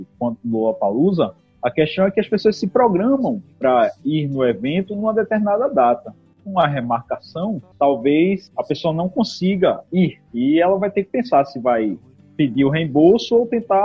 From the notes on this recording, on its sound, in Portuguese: A vontade de iniciar os trabalhos foi tanta que gravamos o audio pela internet e editamos o audio nas nuvens!